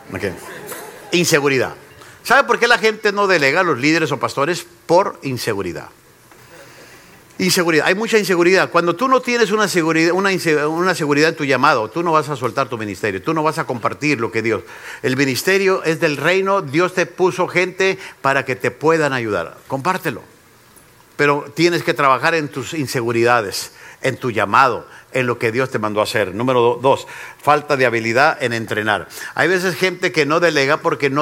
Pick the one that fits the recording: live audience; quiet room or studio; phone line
live audience